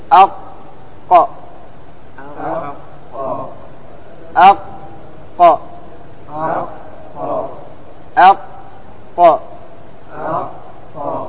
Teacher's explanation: مكان اللها، أقصى اللسان، لأن منتهى اللسان هو عند اللها · Term: القاف